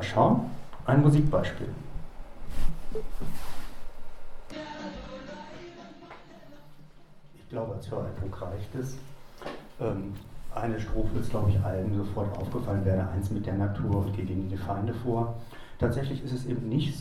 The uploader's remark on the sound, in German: Der nachfolgende Beitrag ist ein Mitschnitt eines Vortrags